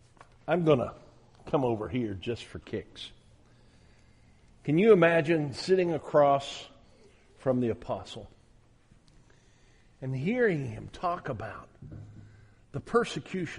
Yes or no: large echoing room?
yes